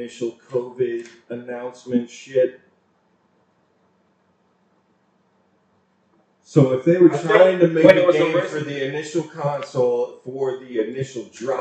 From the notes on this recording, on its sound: Sorry for the poor mic quality here